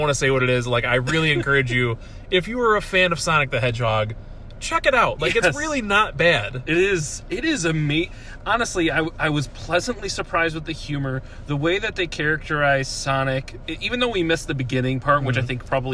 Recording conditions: inside a vehicle